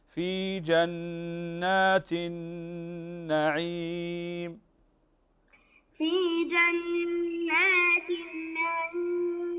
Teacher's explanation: نون مشددة، نون مشددة تغن بمقدار حركتين